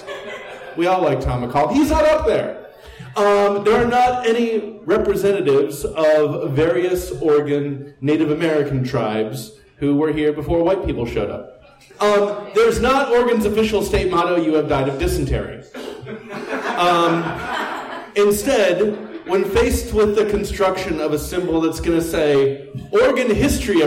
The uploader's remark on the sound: This live event was part of Stumptown Stories. 56 Live at the Jack London. This live event was part of Stumptown Stories, a monthly lecture series that focuses on Portland and Oregon history.